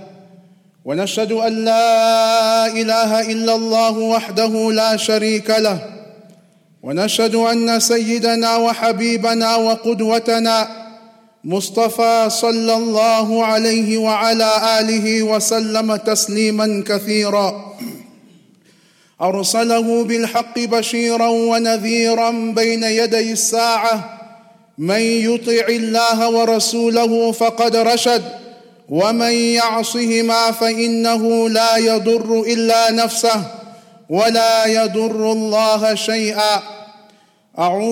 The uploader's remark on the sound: Jummah Programme at the Houghton Masjid (West Street)